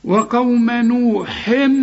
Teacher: تنوين وبعد ميم، اقفل شفايفك · Term: ادغام بغنة